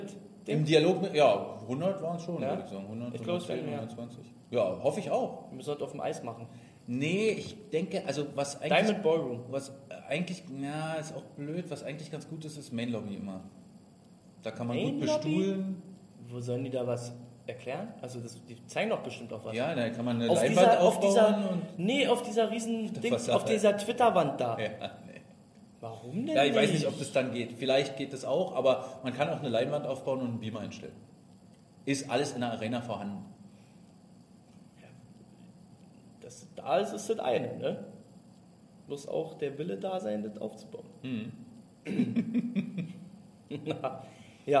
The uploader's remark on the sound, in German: Der Livepodcast